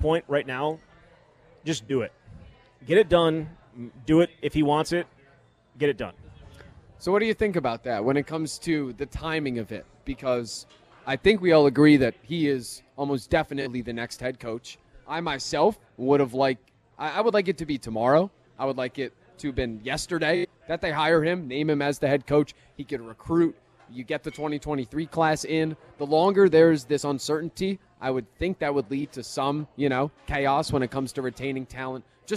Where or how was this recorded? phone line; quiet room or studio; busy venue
busy venue